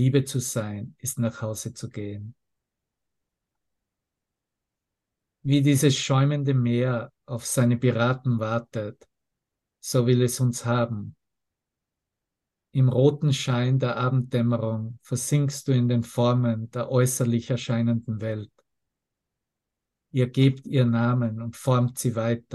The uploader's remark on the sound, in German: Zoom-Session. Veranstaltet von der Aleph Akademie.